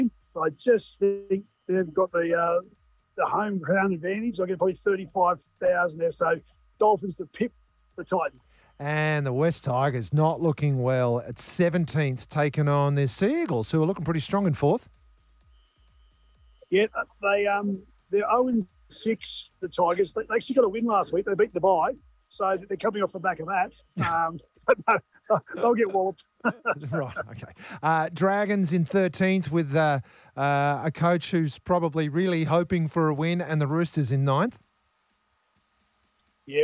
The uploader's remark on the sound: live from Times Square New York!